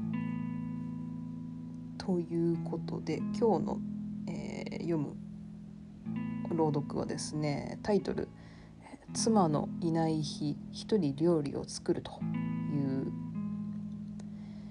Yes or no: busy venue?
no